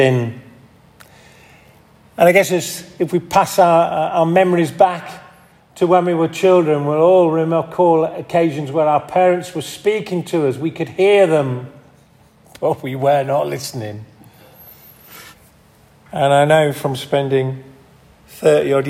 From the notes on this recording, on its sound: This audio recording was taken from the 10:30 Communion service at St Mary and St John's Church in Hardraw on 19th February, 2023.